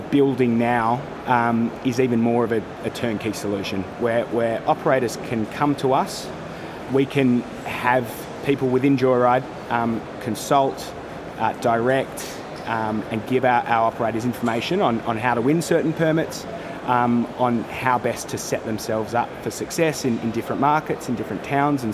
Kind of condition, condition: setting, outdoors